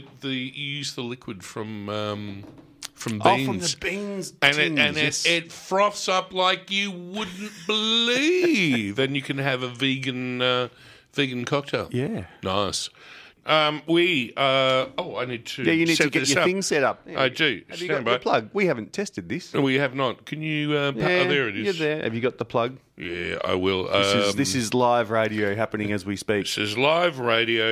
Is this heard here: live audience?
no